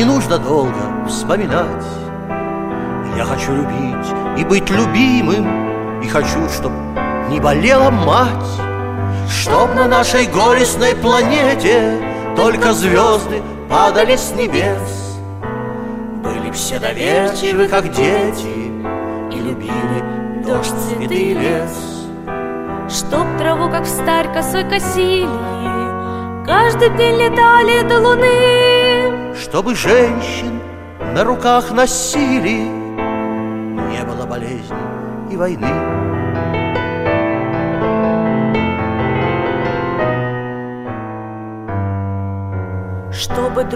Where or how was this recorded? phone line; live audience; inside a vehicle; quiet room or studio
live audience